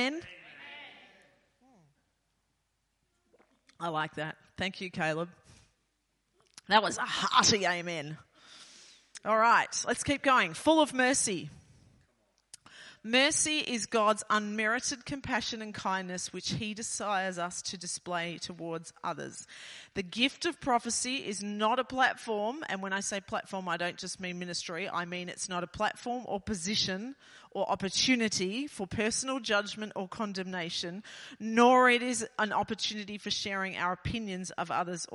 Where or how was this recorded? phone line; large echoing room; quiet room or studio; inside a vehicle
large echoing room